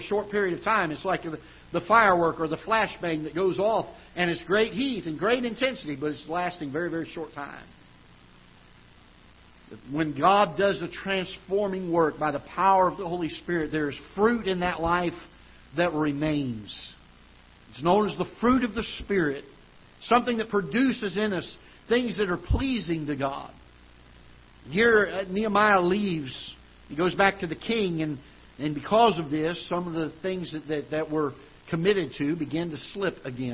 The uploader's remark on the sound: Ketha Heights Baptist Church ~ Live Broadcast